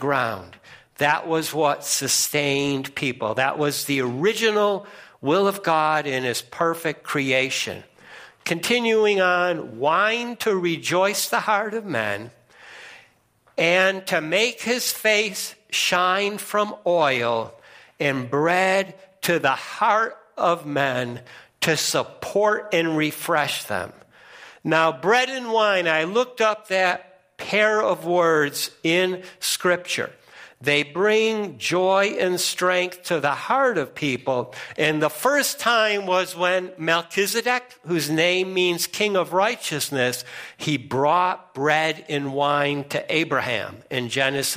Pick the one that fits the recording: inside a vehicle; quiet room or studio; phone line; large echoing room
large echoing room